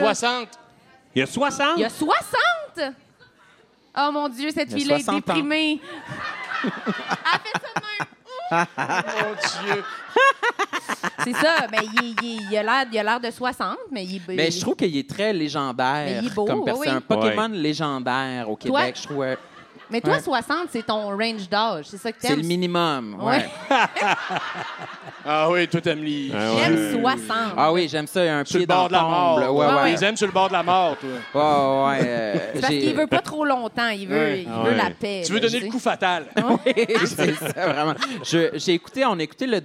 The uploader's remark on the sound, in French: cet épisode LIVE au Lion d'Or de Montréal!